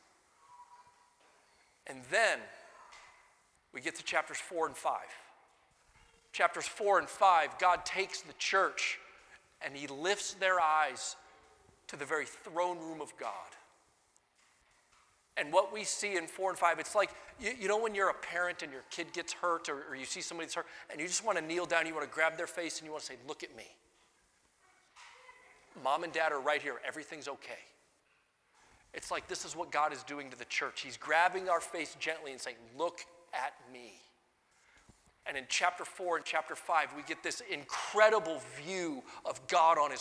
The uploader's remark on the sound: Sunday Morning Sermon Audio.